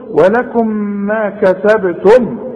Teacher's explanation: الميم اللي احنا بنقول عليها اسمها ميم اظهار، لازم تظهرها عند الوقف وعند الوصل